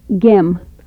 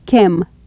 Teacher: Palatal stops, voiced and voiceless.